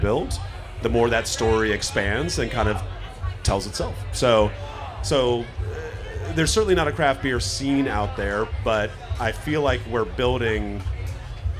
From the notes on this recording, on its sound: Live From Snallygaster 2. In this second episode recorded live on the DCBeer podcast stage at Snallygaster.